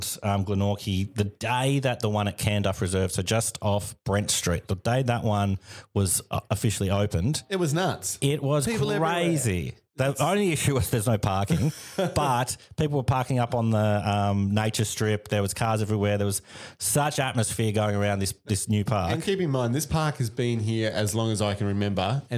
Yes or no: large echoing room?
no